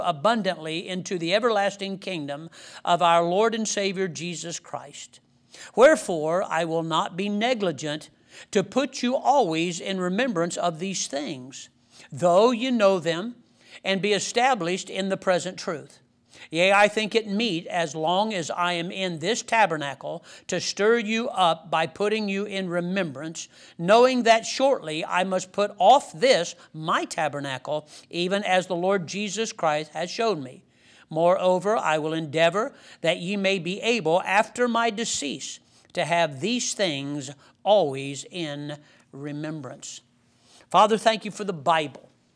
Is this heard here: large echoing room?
yes